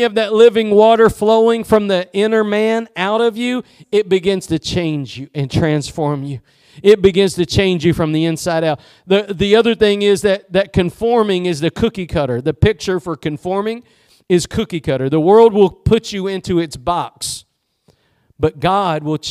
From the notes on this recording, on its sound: Preached at Gospel Lighthouse in Bossier City, La.